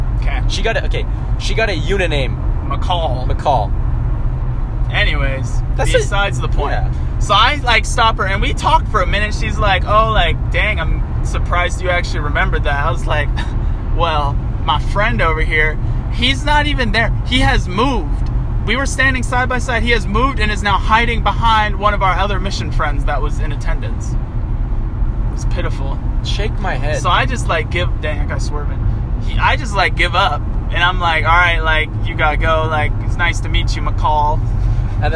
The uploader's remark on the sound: We literally did our first two podcasts in the car so please excuse the horrible audio quality